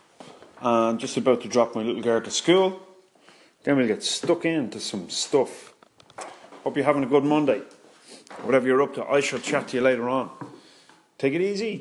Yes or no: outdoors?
no